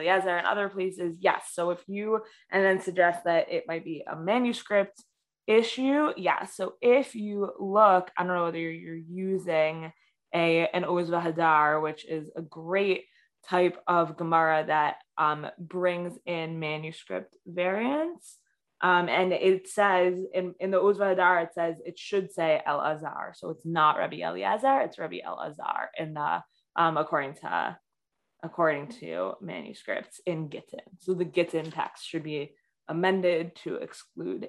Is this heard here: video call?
yes